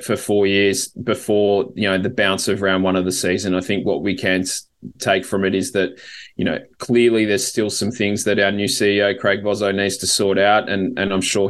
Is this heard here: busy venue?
no